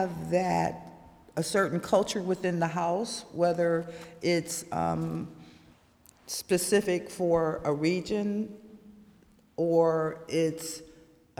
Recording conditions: live audience